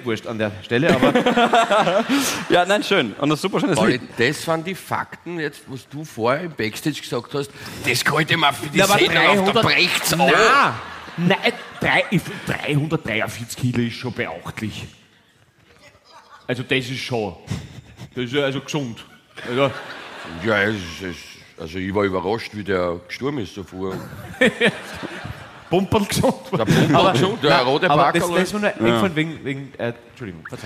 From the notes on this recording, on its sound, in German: LIVE-Aufzeichnung vom 27.01.2024 aus dem GLOBE Wien